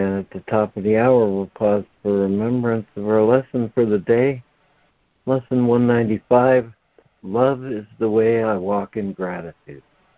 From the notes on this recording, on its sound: ACIM Daily Conference Call